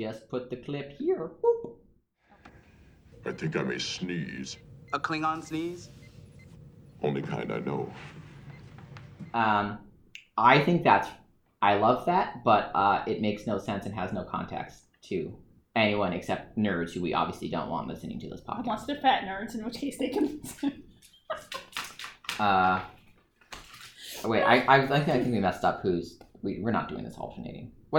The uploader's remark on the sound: This episode was recorded on location with a single mic, so please forgive some audio wonkiness.